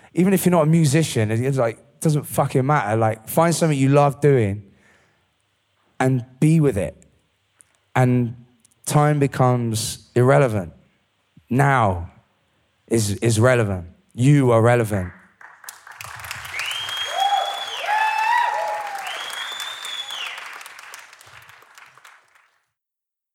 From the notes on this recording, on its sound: It was recorded in front of a live audience in Glasgow, just before the pandemic hit.